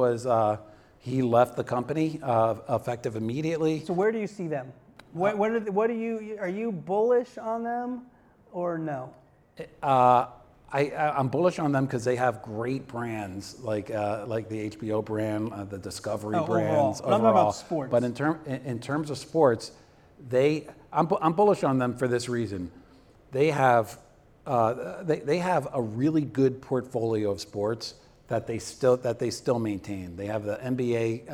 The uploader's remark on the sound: Co-hosted this podcast at SBJ’s Media Innovators conference in New York City. The live audience attending the late afternoon taping.